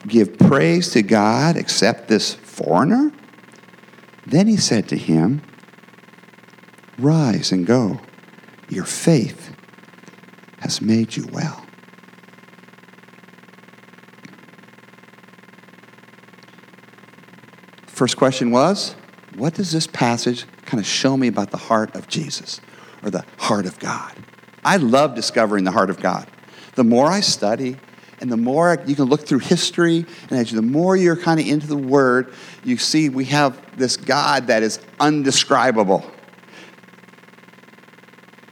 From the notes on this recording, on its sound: the gospel preached at our church on Sunday